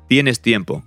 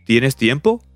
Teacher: And to convert that into a question, tienes tiempo, all you do is just raise the intonation. · Shown in: second take